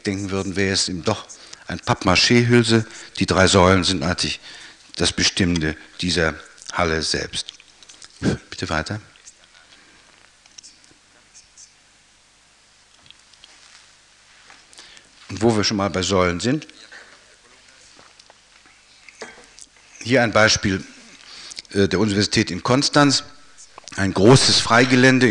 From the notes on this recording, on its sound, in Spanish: Inauguración de la Exposición "ARTE, PAISAJE Y ARQUITECTURA". "Conferencia inaugural".